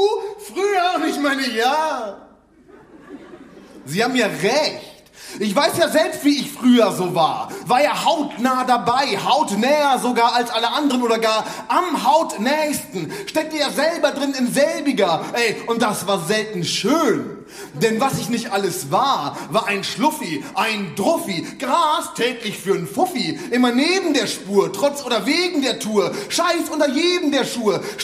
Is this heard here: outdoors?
no